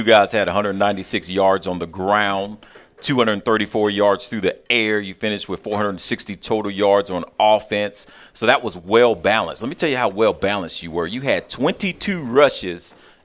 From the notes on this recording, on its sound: live from Monte De Rey Mexican Restaurant